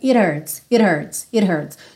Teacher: esse H some um pouco e ela faz rarará nesse T. Isso é um pouco comum porque o H não é exatamente um som muito forte ele é um arzinho, hurts, hurts, e quando você tenta juntar ele na, na palavra que veio antes, ele acaba enfraquecendo.